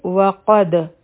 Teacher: د واو د پاره به شونډې ګول کړو، فتحه به ادا کړو، قاف او دال به یو ځای شي، قا قاف بغټ وایو په دال باندې سکون دی قلقله وکړو نو دا به شي وقد.